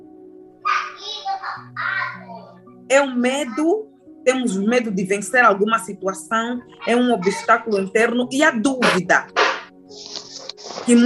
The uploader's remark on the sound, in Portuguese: GRAVADO VIA ZOOM